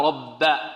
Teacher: الراء هنا مفخمة، لماذا فخمنا الراء هنا؟ لأنها مفتوحة، رب، وكذلك الباء مرققة، والباء مرققة رب هذا.